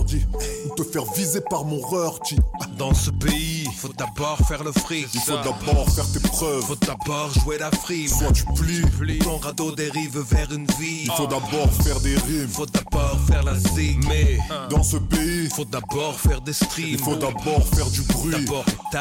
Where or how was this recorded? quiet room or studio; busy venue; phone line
busy venue